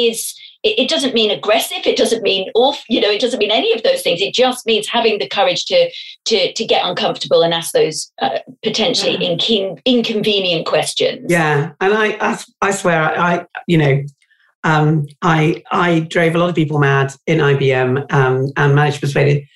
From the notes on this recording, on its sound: In this episode, we were interviewed for a live ‘ MarketingKind Digital Fireside ’ session. Our podcasts are recorded purely via online conferencing platforms, we apologise for any minor sound quality issues.